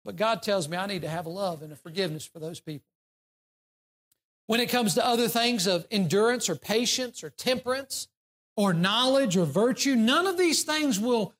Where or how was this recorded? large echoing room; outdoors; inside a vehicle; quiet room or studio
large echoing room